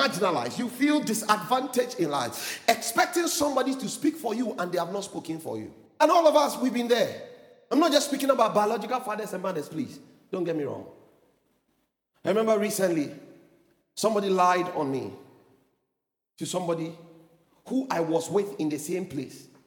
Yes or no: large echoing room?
yes